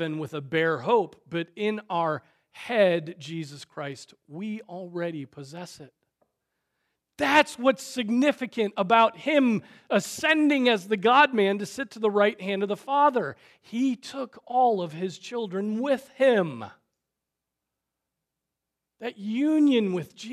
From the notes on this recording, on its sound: Preached on April 30, 2023 at Trinity Presbyterian Church